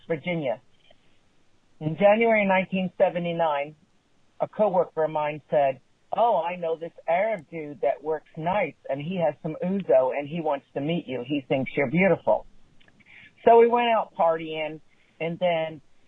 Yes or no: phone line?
yes